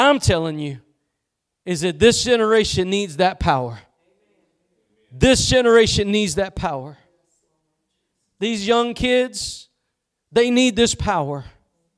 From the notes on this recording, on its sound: Preached at Gospel Lighthouse in Bossier City, La.